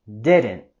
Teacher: No le vamos a expulsar el aire totalmente a decir didn't, sino solamente con la stop T